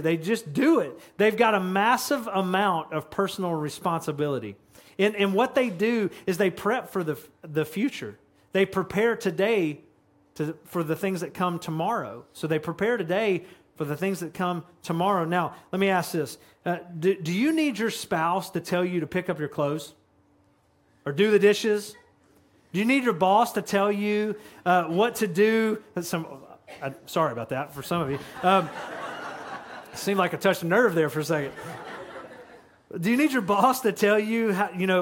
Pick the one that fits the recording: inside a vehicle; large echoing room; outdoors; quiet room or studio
large echoing room